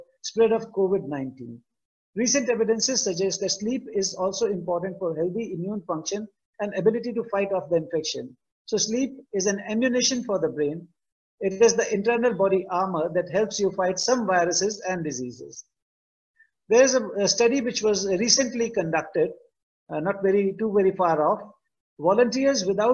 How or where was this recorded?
video call